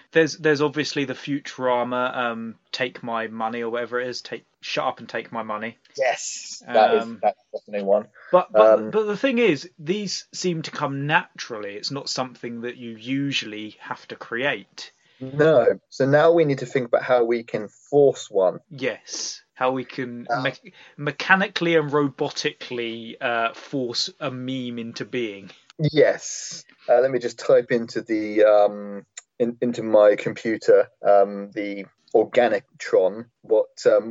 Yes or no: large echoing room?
no